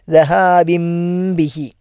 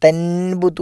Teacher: ആ ഇഖ്ലാബ് മാറ്റിമറിക്കണം, നൂനിനെ മീമാക്കി മാറ്റിമറിച്ചാണ് ഓതുന്നത് · Shown in: first take · അപ്പോൾ ദഹാബിംബിഹി എന്ന് നൂന് മാറ്റി മീമായി തന്നെ ഉച്ചരിക്കുക.